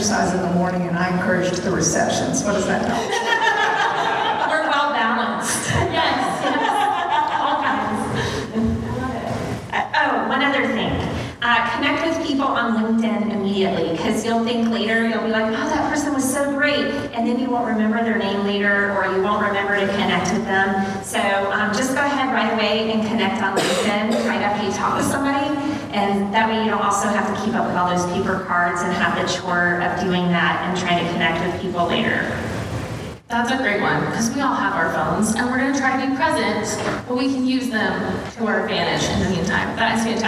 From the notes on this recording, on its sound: At the Crowne Plaza Atlanta Perimeter at Ravinia. This episode features a recording of an on-stage Q&A.